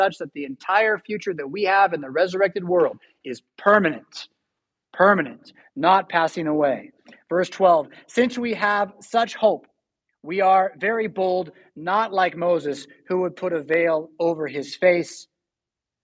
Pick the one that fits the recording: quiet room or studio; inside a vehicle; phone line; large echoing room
large echoing room